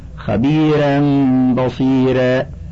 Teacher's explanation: وقوله خبيرا بصيرا قرئ بترقيق الرائين